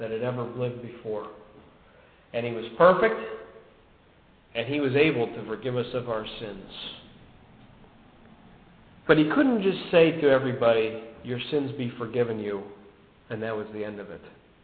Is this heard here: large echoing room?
yes